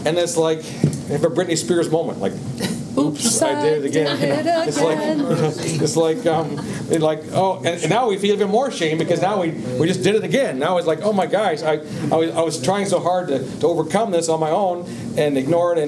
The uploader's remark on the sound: Today’s audio comes from the National Disciple Making Forum by Discipleship.